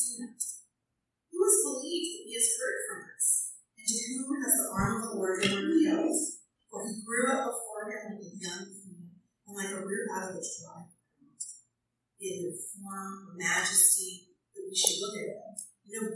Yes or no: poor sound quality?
yes